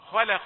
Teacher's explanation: واخد بالنا من اللام انها رققت بين المفخمين